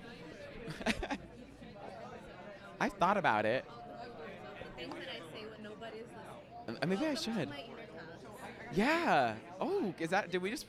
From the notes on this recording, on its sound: Live from The Thanksgiving Play Broadway Opening. On The Thanksgiving Play Broadway opening night red carpet.